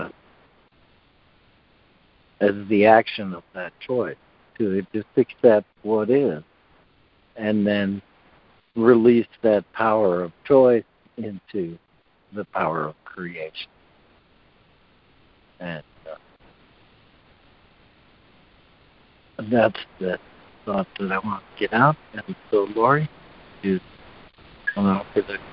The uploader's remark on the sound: ACIM Daily Conference Call